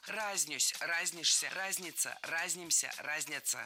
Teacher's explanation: до сих пор во всех словарях в этом глаголе ударение падает только на первый слог. Во всех формах.